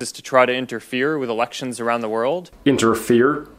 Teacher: If you were to make like a one tone sound from different air placements, his would be because it's stuck back here. It's stuck in his throat, and I think he's slightly putting his larynx down.